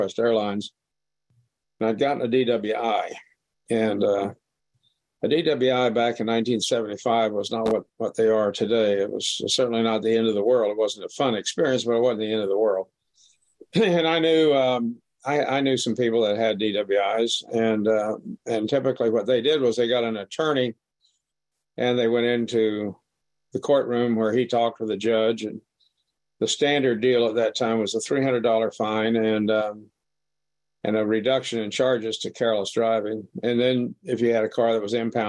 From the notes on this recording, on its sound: This was recorded at the Magical Mystery Tour zoom meeting in January of 2022.